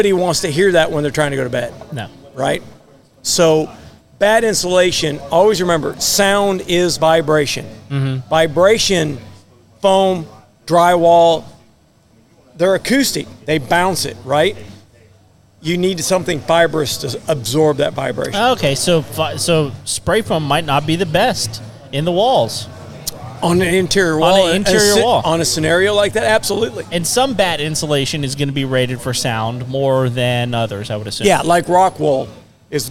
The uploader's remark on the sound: Live from Baker Street Pub and Grill in The Woodlands, Texas. Bring the entire studio to the waterway.